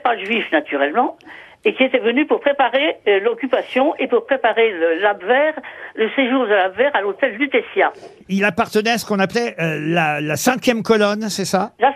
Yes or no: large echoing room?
no